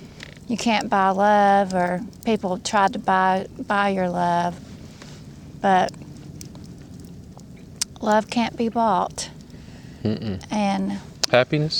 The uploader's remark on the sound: Fireside chat from Norris Dam State Park